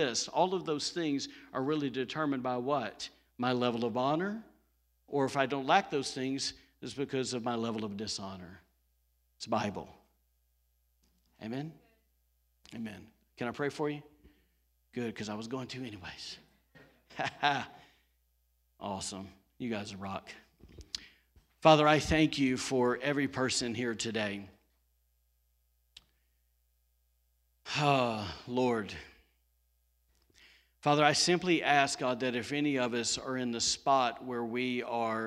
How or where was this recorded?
large echoing room